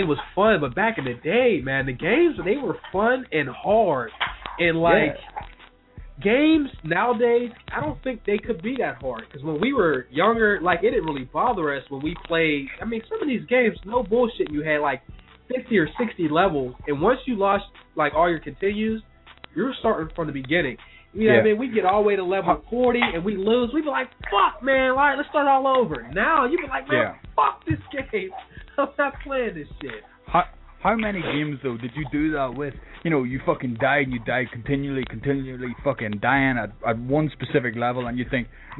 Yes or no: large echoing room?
no